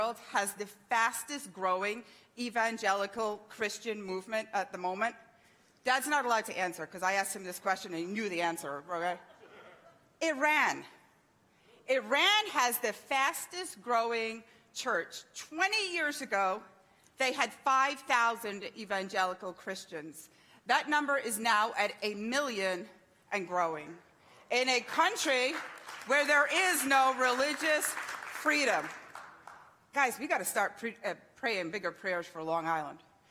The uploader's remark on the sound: THANKS FOR JOINING US THIS SUNDAY MORNING LIVE FROM GENESIS CHURCH, MEDFORD, NEW YORK.